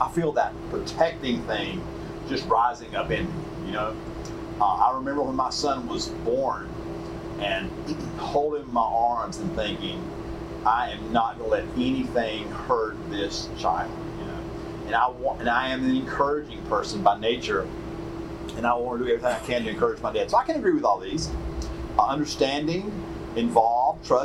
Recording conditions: poor sound quality